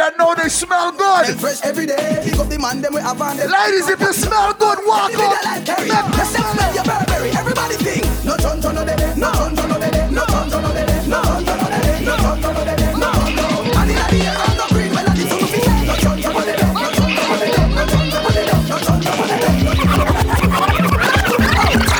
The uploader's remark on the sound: Live audio recording of the 90s vs 2000s party